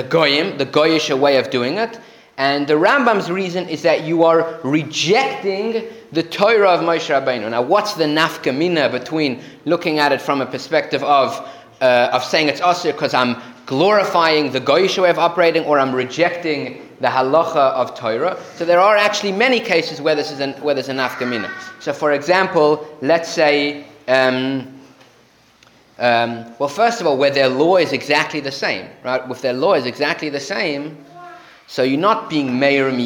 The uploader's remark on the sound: Recorded live at The Torah Center ATL.